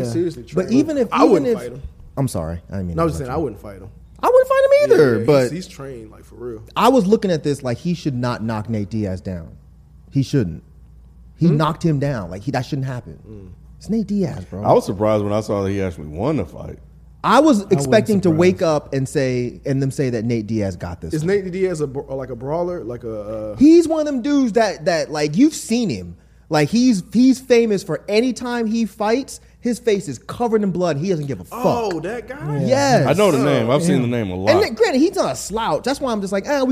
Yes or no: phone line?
no